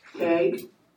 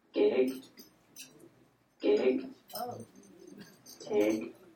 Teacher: we call this raising, because the vowel is raised, like the tongue raises in the mouth when you say it · Shown in: second take